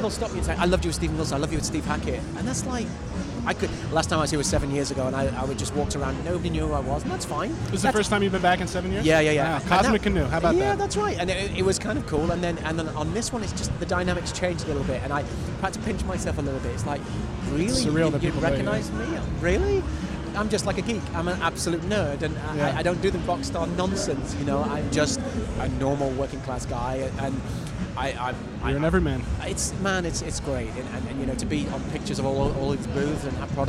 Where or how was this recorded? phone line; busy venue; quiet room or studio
busy venue